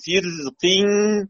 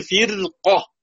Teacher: لو نظرنا الى انه ادنى درجات التفخيم فيكون اذا كانت ترقيق مع القاف المفتوحة والصاد المفتوحة والطاء المفتوحة عسيرا، فإنه لن يكون عسيرا عند القاف المكسورة، لأن القاف المكسورة قريبة من الترقيق، أقول قريبة وليست مرققة · Shown in: first take